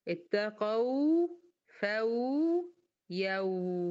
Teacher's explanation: التلات واوات الاتنين التلاتة زي بعض نفس الزمن هياخدوه